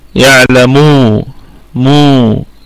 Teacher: طيب قلنا أن غنة الميم في الدرجة الخامسة، أي في أقل درجات الغنة، وهي مضمومة، فاتصلت الضمة بالواو ففيها مد طبيعي وصلا